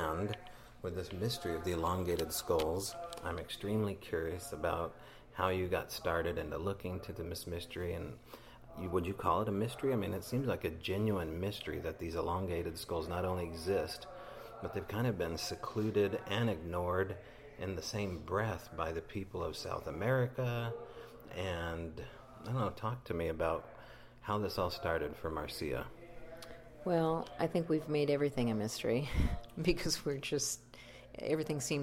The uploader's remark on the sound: Sits down with the speakers and attendees of the 3rd International Primal People Conference in Enumclau, Washington.